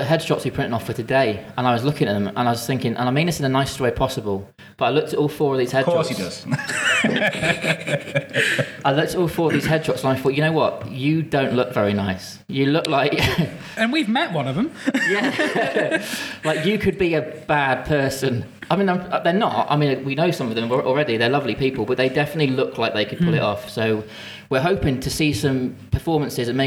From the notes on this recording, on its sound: Coming to you from Open Space, Oswestry. A podcast recorded in front of the 20 something cast and crew in the room.